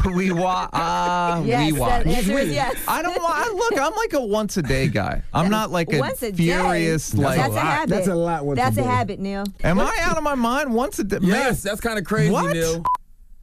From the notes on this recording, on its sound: we opened up the phone lines